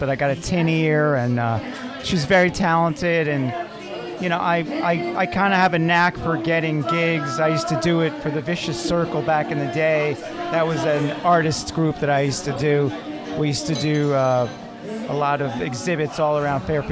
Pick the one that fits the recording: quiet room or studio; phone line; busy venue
busy venue